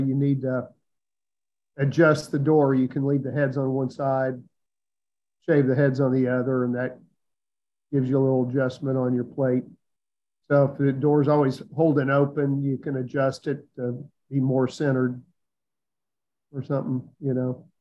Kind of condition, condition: link, video call